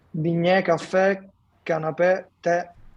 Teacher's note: Cioè la E è aperta, quello che ci interessa è la E. Bignè, caffè, canapè, tè.